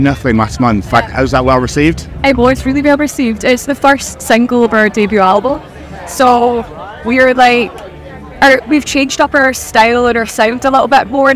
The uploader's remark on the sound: From our 'Live from 2000 Trees 2023' series.